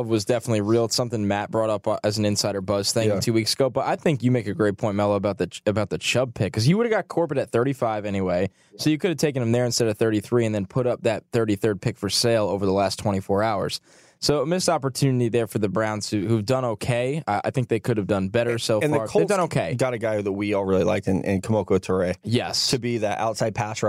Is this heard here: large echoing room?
no